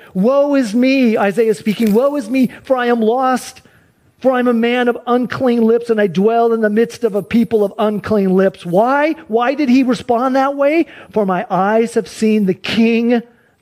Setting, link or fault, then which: setting, large echoing room